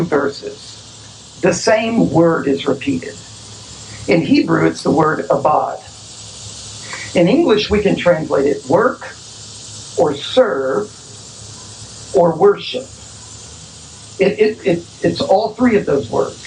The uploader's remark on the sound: Our apologies for the sound quality. The sermon was preached outdoors and we weren't able to fully remove the noise and distortion.